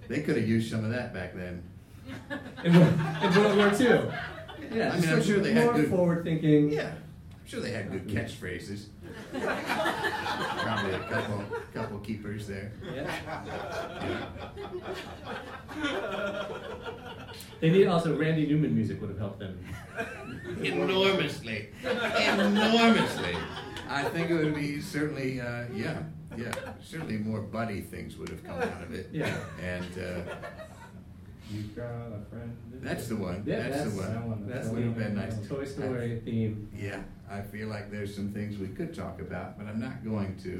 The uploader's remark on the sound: in this live episode